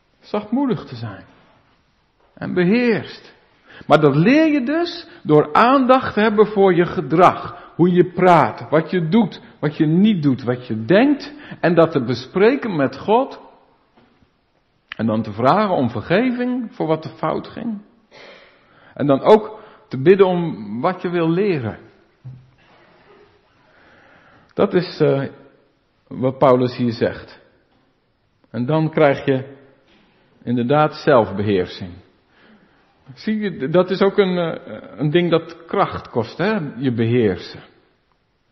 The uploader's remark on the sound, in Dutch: De preek is op 26 juni opgenomen in De Maranathekerk in Groningen